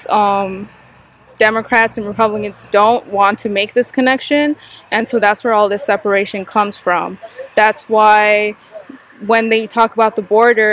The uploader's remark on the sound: We were located outside the UTRGV Edinburg campus where Democrat … and Republican … were performing their one and only so-called “debate”.